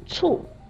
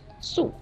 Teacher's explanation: 你想说的是醋，声母是“呲”，读醋，而你说成了素，声母变成了“丝”，素